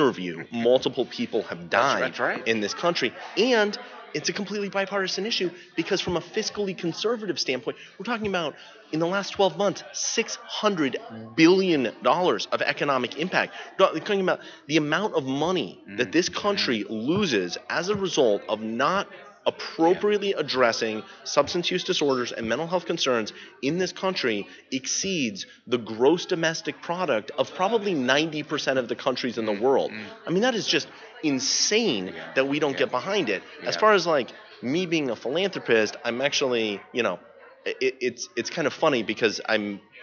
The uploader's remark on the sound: At The 3rd Annual North Texas Recovery Conference 2015